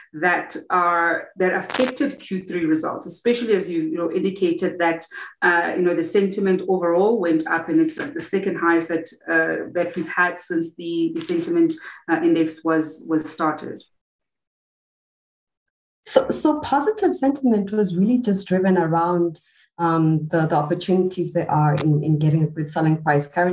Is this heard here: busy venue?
no